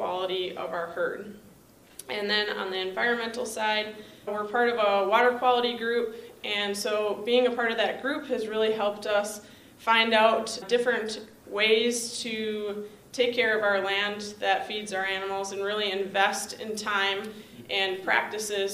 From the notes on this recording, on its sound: A Panel Discussion from the World Dairy Expo hosted by NMPF YC.